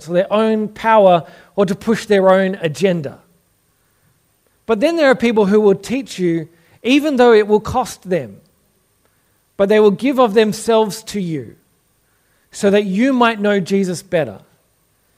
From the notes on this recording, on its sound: Originally preached at St Stephen's, Belrose.